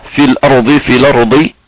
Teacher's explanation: فنأتي بصفة الإطباق حتى لا نقرأ في الأرض دال، فالضاد هو الذي يميز بين الضاد والدال في الأرض مفسدين.